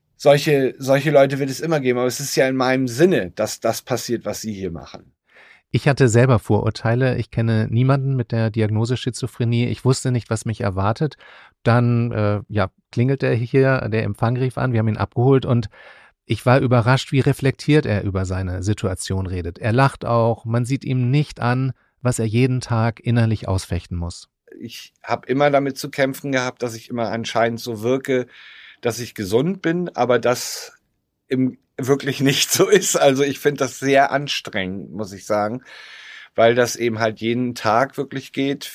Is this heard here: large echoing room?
no